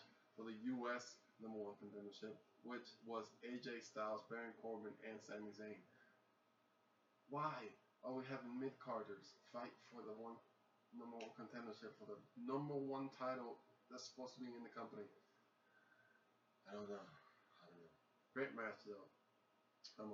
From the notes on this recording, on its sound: Excuse the lack of sound. Technical difficulties.